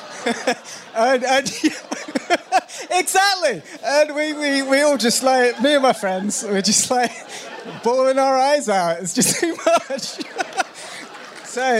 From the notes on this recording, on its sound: Recorded live in the plush confines of the BFI in London to a packed house. Thanks so much to the BFI crew for recording and filming the whole thing.